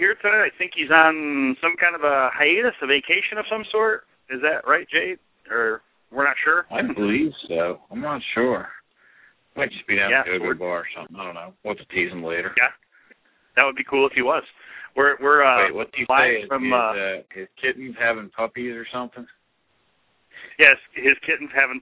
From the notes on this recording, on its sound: Live Vendor Call In radio show